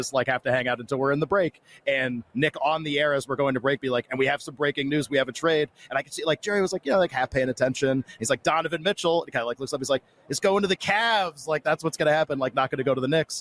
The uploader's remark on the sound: LIVE FROM RADIO ROW!